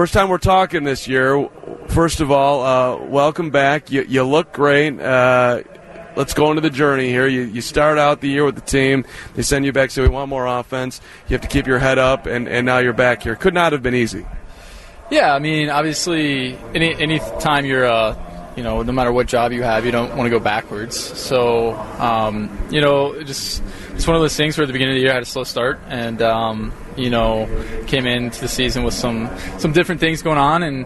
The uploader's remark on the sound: live from Guaranteed Rate Field